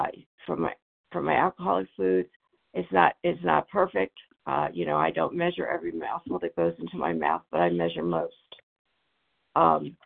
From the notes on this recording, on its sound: 100 Pounders Phone Meeting